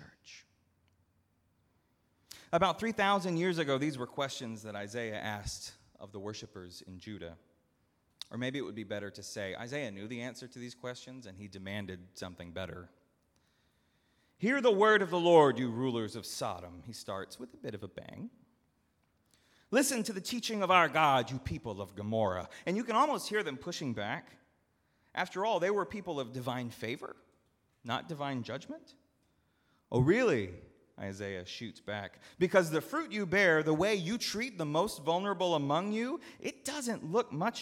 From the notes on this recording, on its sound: at Northminster Church on November 3, 2019